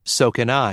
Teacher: Blend the words in phrases with so and neither. The words so and neither are stressed. The pronoun can also be stressed. The auxiliary verb is unstressed.